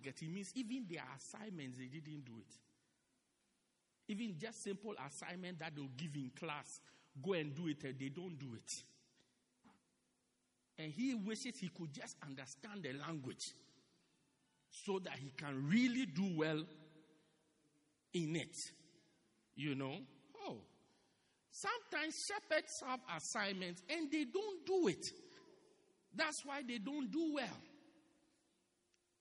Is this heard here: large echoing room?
yes